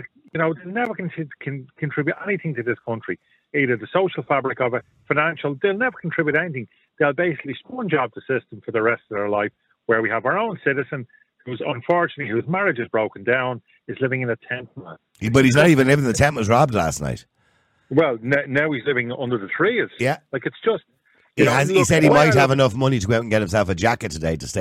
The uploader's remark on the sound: opens up the phone lines, inviting listeners to share their perspectives on this pressing matter.